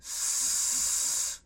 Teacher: sin vibración en su garganta, se le llama unvoiced o también voiceless, lo que significa que es un sonido sin voz.